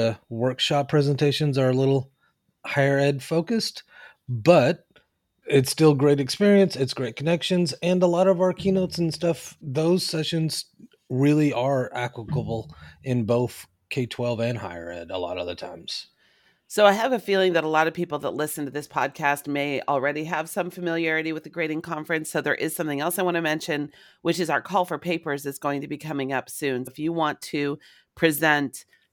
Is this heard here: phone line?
no